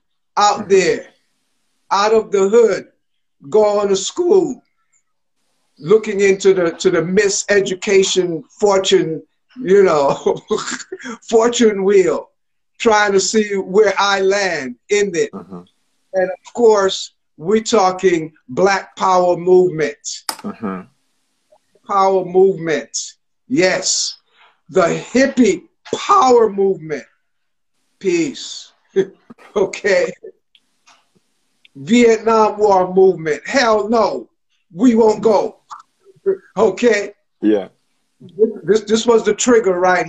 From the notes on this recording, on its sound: IG Live conversations